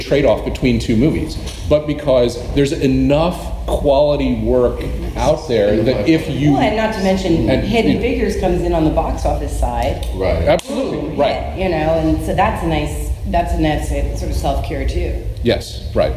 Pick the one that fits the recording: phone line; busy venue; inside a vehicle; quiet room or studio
busy venue